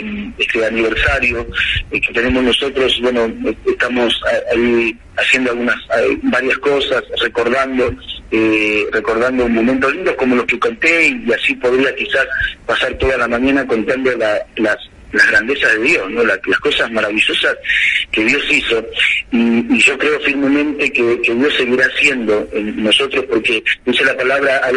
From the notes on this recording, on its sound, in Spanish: En esta Mañana en la 96.9 Mhz. Contamos con una entrevista telefónica muy especial.